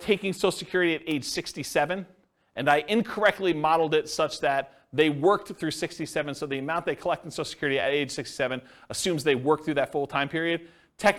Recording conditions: live audience